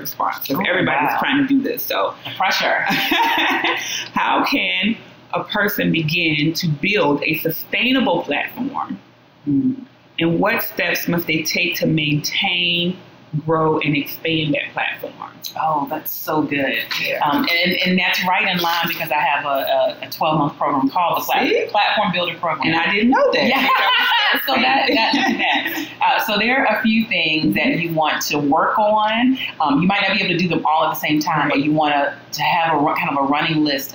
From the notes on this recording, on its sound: Please forgive the sound quality. Trying a new process.